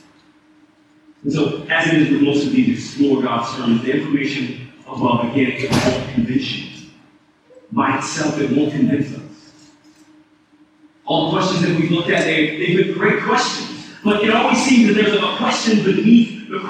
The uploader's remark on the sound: Service of Redemption Hill Church. There was some technical difficulty with the recording Sunday morning.